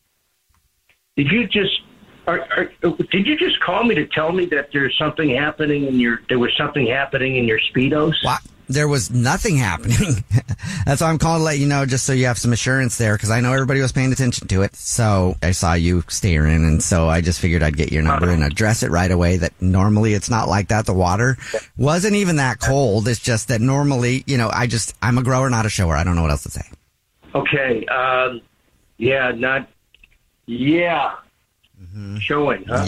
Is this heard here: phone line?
yes